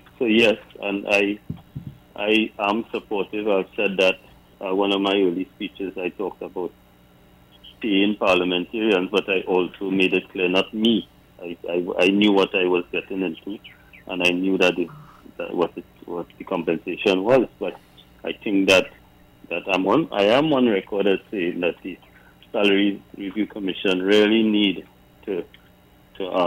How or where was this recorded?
phone line